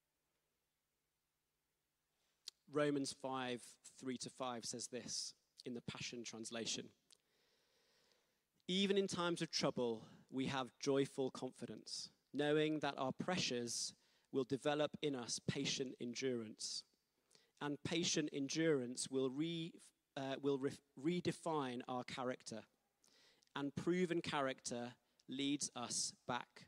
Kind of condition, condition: setting, large echoing room